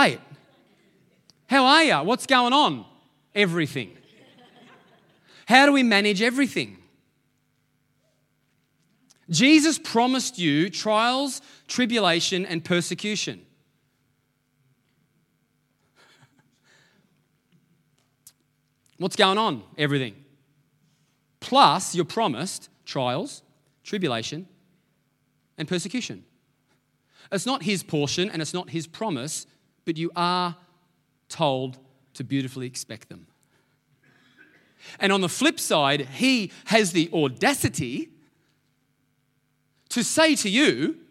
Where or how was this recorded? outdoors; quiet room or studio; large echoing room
large echoing room